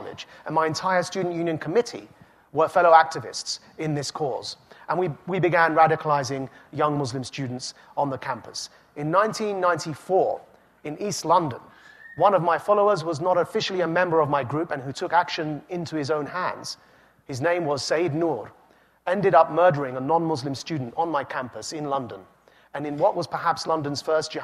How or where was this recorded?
live audience